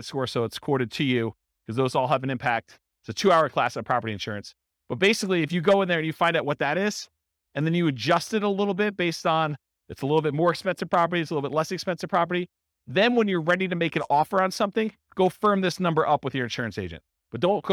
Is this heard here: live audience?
yes